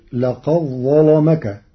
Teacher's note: بإدغام الدال في الظاء، فتصير لقد ظلمك مع تغليظ اللام لوقوعها بعد الظاء المفخمة